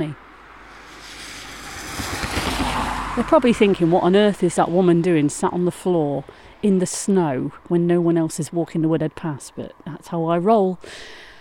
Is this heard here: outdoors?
yes